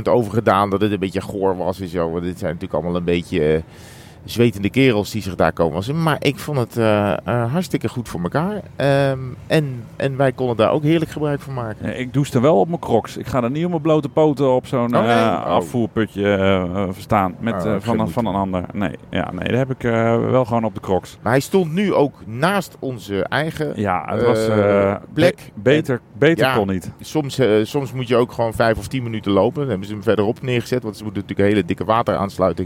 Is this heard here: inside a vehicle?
yes